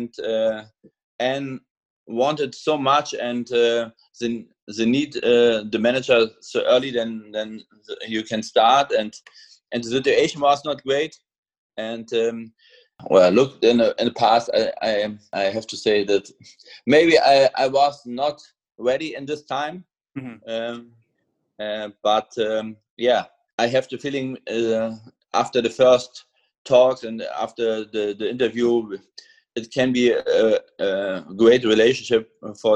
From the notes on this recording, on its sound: we caught up over Zoom to talk it all through